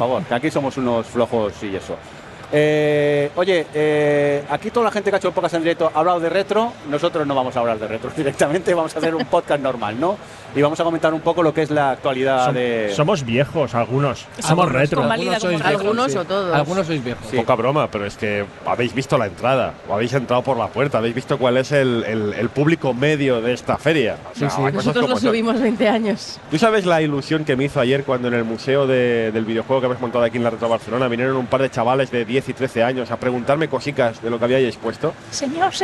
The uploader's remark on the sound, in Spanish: En directo mustio desde la RetroBarcelona. Lamentablemente tuvimos un problema técnico y aunque durante el directo todo sonaba correctamente. Nos tememos que durante el episodio váis a oír a ratos a un señor quejándose de fondo al que casi no se le oye.